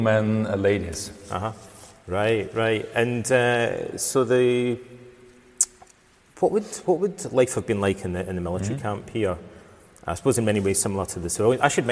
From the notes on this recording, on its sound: At the Museum Carnuntinum. I was visiting Austria for around a week. The audio was recorded live in the main hall of the reconstructed Roman villa in the archeological park, hence the acoustics.